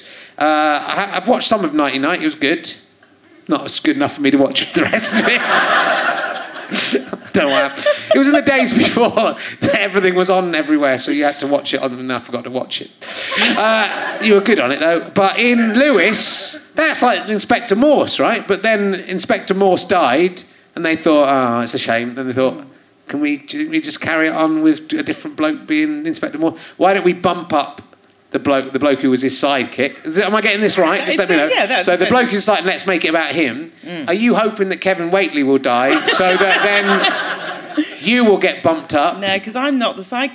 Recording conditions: live audience